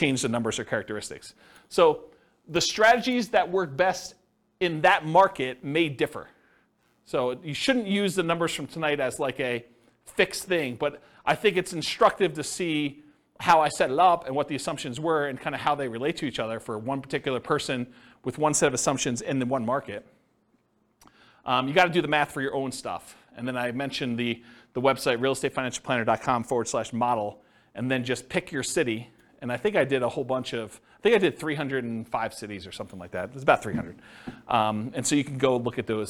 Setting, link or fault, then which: setting, live audience